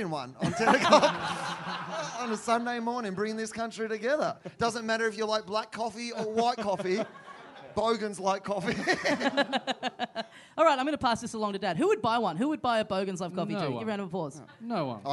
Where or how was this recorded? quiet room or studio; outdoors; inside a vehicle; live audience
live audience